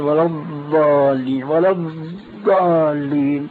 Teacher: فهي ضاد رخوة يقترن معها الاستطالة، بحيث لو أراد الإنسان أن يمد نفسه بضاد ولا الضالين لاستطاع، خلافا للضاد الشامية فإنه ينقطع وينصدم. · Term: الضاد العربية الصحيحة